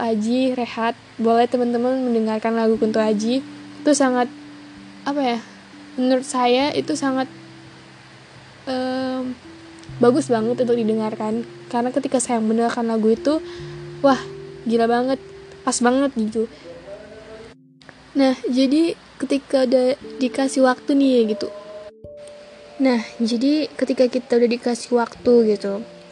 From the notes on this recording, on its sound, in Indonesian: Maaf banyak sound² di luar dugaan.